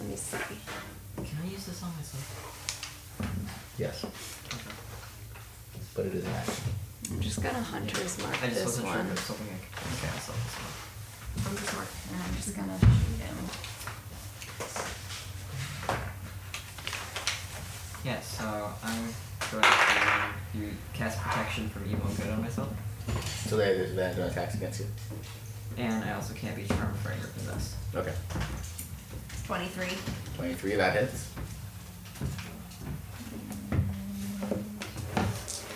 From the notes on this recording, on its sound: We apologize in advance for any background noise. It was well over 100 degrees, and the air condition was necessary for everyone's health.